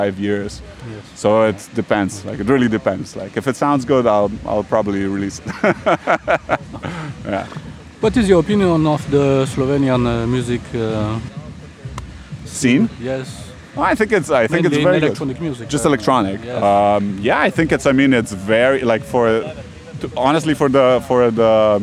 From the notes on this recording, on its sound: Sound recordings made in Slovenia, Ljubljana & Tolmin, on 16 July 2022 during the 4th edition of the electronic music festival, Butik.